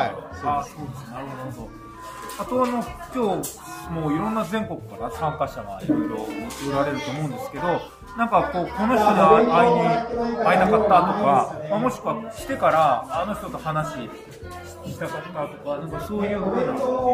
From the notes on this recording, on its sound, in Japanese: シビックテックミートアップ2022「いざ岐阜へ」の企画で、イベント会場にお邪魔したり、その場でお声がけをして、インタビューや雑談形式で話を伺ってそれをポッドキャストに収録する現地レポートとなります。